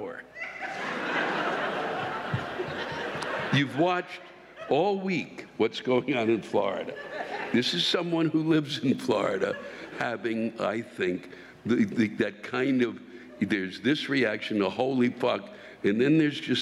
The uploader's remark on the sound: This week’s live rants come from the Celebrity Theater in Phoenix, Arizona.